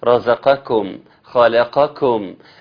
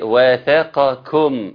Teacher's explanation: الكلمات اللي يجي فيها قاف جنب كاف، القاف بتضرب الكاف على طول